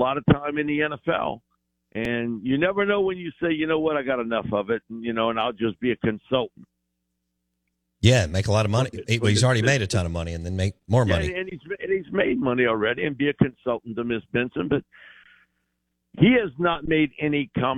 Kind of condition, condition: link, phone line